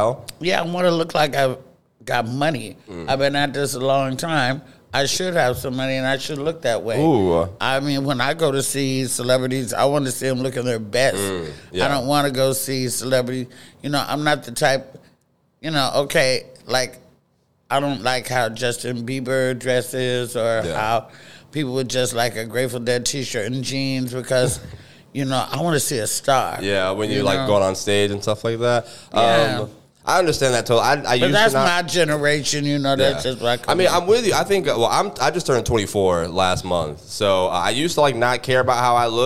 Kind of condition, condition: setting, busy venue